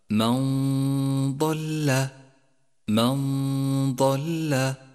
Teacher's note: أن نخفي النون الساكنة بحرف الضاد مع بقاء غنة للنون زمنها حركتان من غير تشديد لحرف الضاد، ولذلك لونت النون الساكنة باللون الأخضر إشارة إلى موقع الغنة، تقرأ هكذا من ضل. · Term: حكم الإخفاء